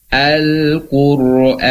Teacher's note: Atau dalam lafad Al-Qur'an, Al-Qur'an, qur ya, qu-nya sudah tebal ketemu dengan ro, Al-Qur'an, tapi an-nya dia tipis